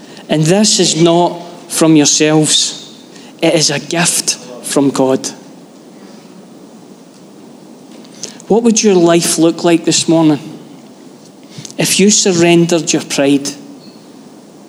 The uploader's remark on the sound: Live from our Sunday gathering on 18/06/23